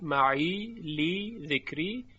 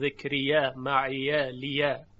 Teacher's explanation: بعضی از قراء یا رو ساکن خوندن به صورت یا مدی با صدای کشیده ای · Shown in: first take